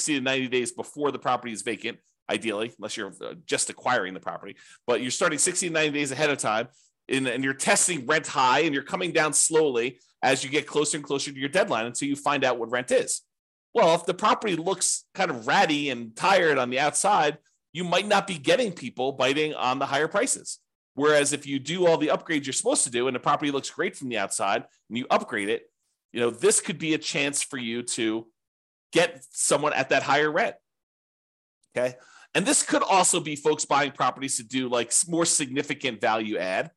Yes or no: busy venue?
no